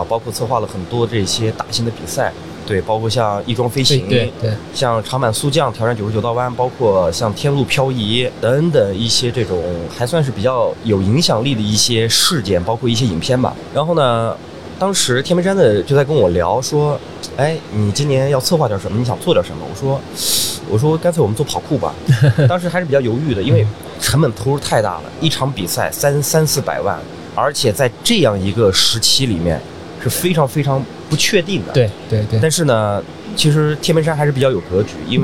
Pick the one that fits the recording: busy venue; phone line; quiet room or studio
busy venue